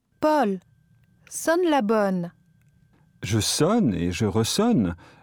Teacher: en faisant attention à bien prononcer la voyelle ouverte O